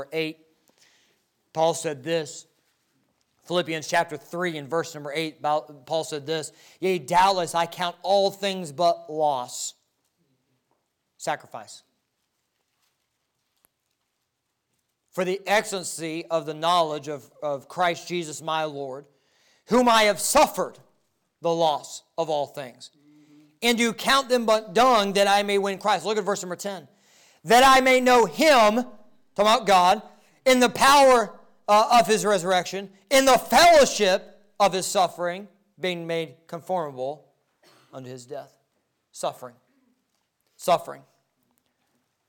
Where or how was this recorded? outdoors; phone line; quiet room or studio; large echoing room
large echoing room